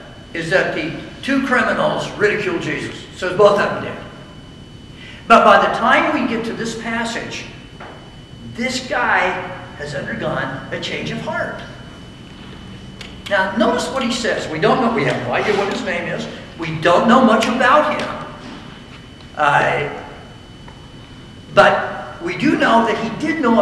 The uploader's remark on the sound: I delivered the following message at a chapel service for a football team.